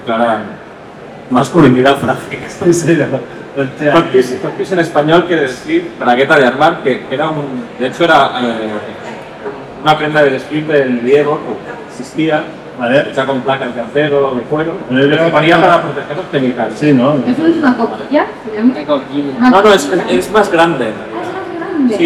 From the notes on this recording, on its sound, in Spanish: Desde el Comic Barcelona. Va y no se graba el audio de la tabla de mezclas. Así que os presentamos este video justito de calidad pero suficiente para que veais la que hemos liado en el Comic BCN 2023. Aunque el audio no sea el mejor.